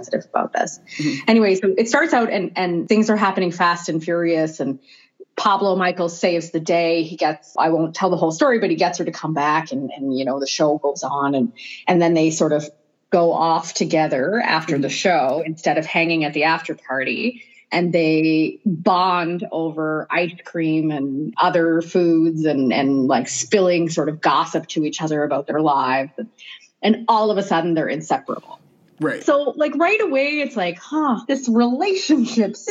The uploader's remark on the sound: in the virtual studio